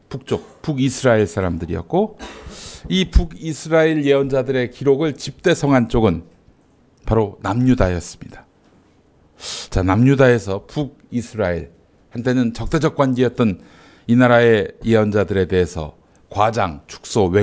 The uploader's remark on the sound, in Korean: 장소] 벙커1교회 (서울 마포구 월드컵북로5가길 8-15 지하 1층)